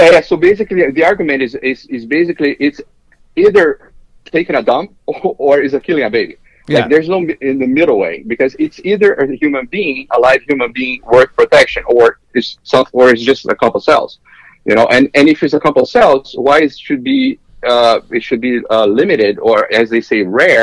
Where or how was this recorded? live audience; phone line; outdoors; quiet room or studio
phone line